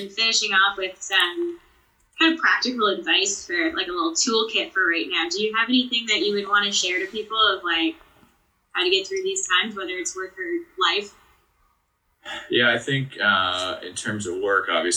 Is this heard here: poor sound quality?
yes